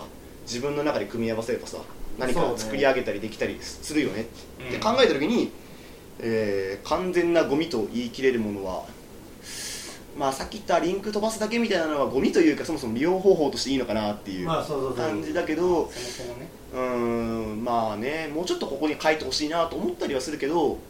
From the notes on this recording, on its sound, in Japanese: 初めての収録なのでお聞き苦しい点があるかもしれません